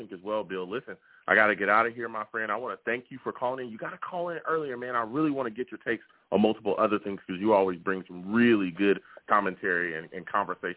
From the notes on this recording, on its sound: I’ll also take live callers!